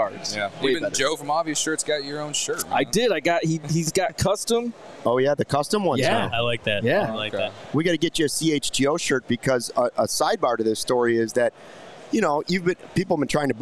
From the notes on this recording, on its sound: Live from the National Sports Collectors Convention in Rosemont. The CHGO Cubs Podcast crew is out and about with the Diehards!